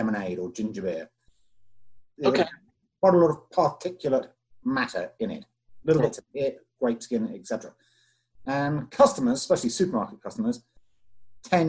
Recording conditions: video call